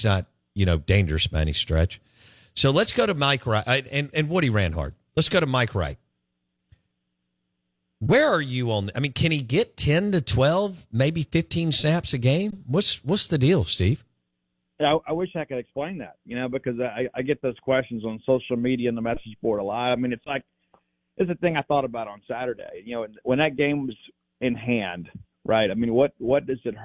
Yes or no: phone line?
yes